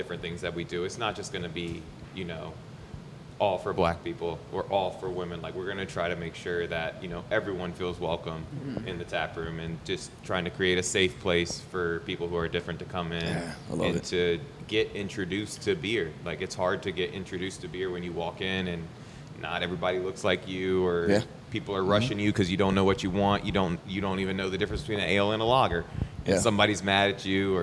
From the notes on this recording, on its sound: We're here LIVE at the 18th Annual Hop & Brew School , hosted by Yakima Chief Hops (YCH)! We're here LIVE at the 18th Annual Hop & Brew School , hosted by Yakima Chief Hops (YCH)!